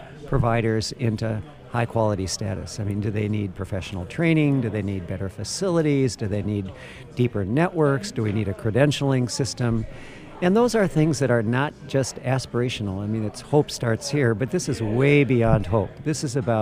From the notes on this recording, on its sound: from the 2019 Mackinac Policy Conference